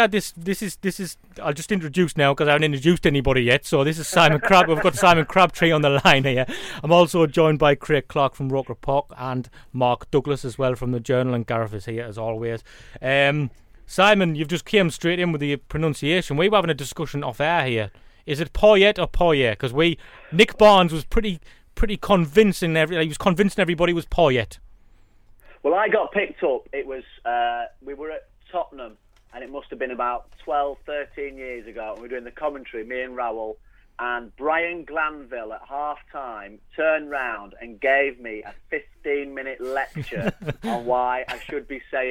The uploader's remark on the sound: join us on the phone